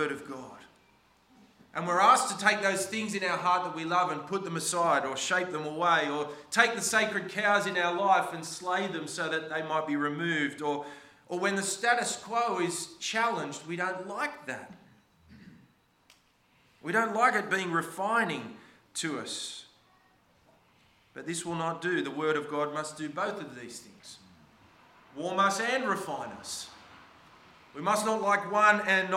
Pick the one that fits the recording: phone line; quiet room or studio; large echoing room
large echoing room